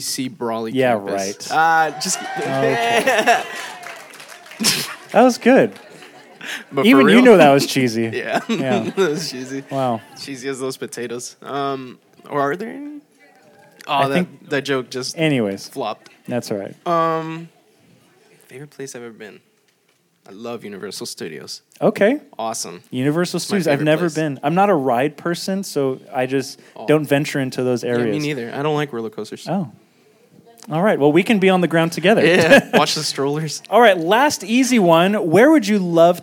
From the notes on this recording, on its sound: This video was recorded during our Meet & Greet Luncheon.